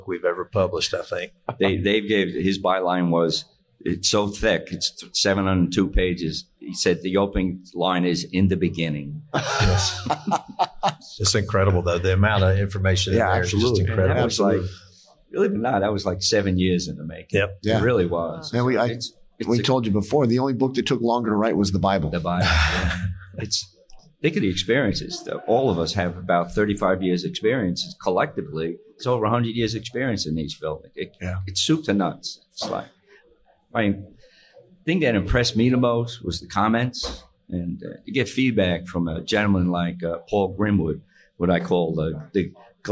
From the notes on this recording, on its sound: Live at FDIC: Conference Wrap-up.